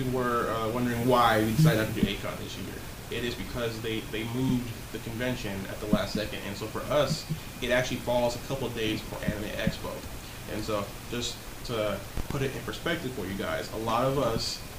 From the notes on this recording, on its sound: Sorry for the audio, we wanted to get this out as soon as possible.